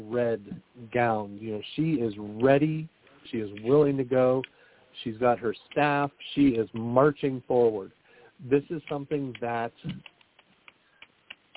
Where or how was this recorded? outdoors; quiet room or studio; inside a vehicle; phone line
phone line